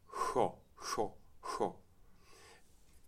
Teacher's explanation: it's barely sh and barely the X symbol representing something that's more like a vigorous H, you could say, to use an English model.